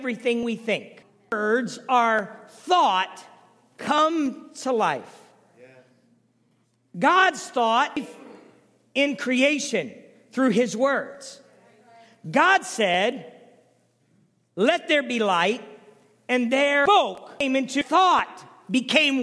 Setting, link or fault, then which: setting, large echoing room